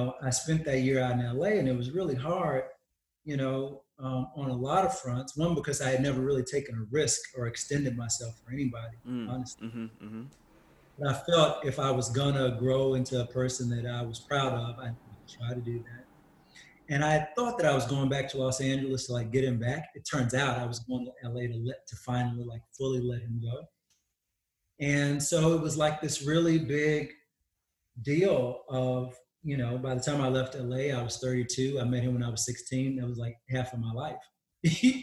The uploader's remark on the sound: Recorded via Zoom while under lockdown